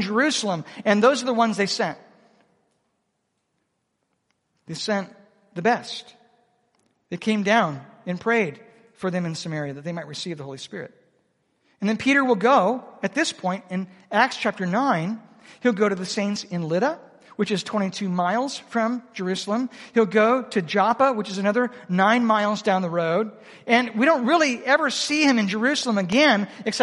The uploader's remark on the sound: Proclaim Conference 2023 - Seminar 4